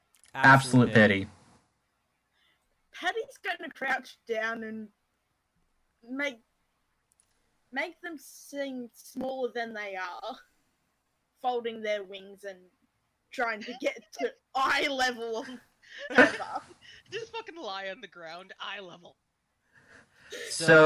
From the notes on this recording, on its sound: there are audio issues in the first few episodes